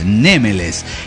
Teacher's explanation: Con respecto a cómo se pronuncia mi nick, la verdad me gusta más Némeles, porque acentuado en la primera sílaba suena como más egipcio